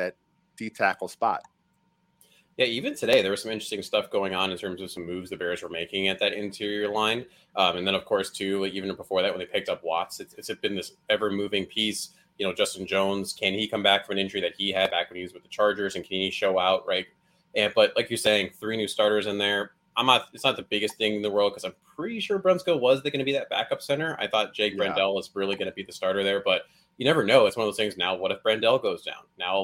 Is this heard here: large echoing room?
no